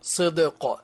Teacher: فالدال ساكنة مقلقلة والقاف مقلقلة